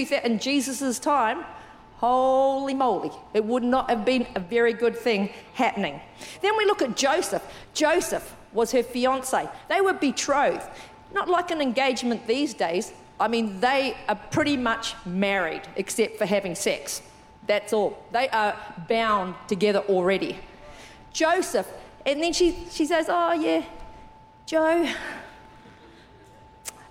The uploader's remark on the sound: Recorded during our 9am service on Sunday, the 10th of December 2023